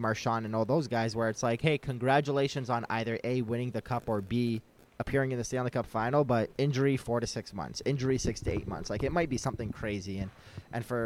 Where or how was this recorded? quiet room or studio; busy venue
busy venue